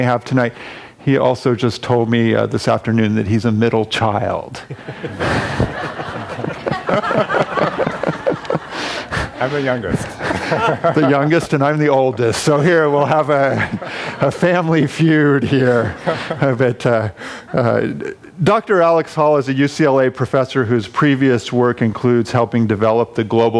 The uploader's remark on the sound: Panel discussion at The Actors’ Gang, an event put on in partnership with the UCLA Institute of the Environment and Sustainability and with Environmental Humanities at UCLA.